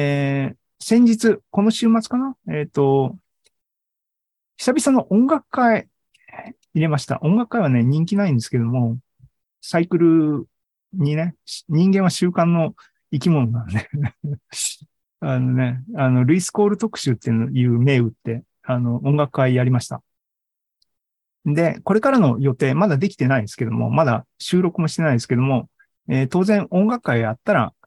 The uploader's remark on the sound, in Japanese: ２０２２年１０月２６日に開催した ZOOMライブの模様です